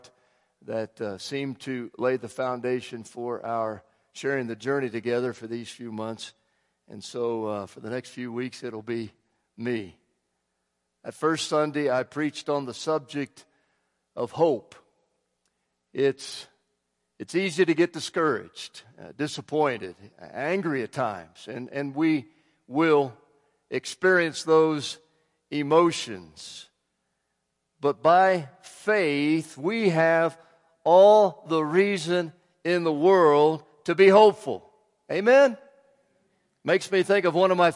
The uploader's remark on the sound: Woodland Life Church Live